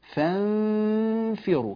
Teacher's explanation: كأني ألفظ فاء وأنا ألفظ بالنون، أستعد للفاء في أثناء الإخفاء